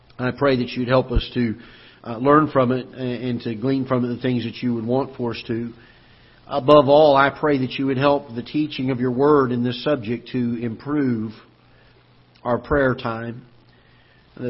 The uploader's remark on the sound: Ketha Heights Baptist Church ~ Live Broadcast